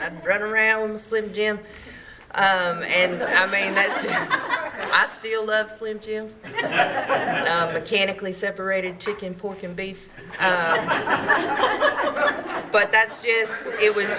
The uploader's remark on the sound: From Clayton NC tells her story at the There is a Solution Group on October 5, 2023.